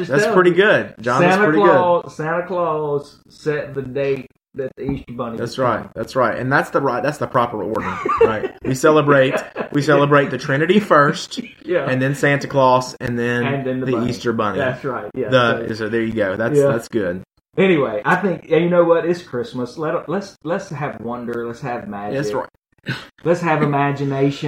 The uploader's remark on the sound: Something went weird with the audio